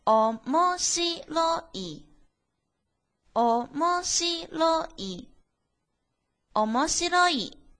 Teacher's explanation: 从第二拍到第四拍是高音，其他都是低音 · Term: 四调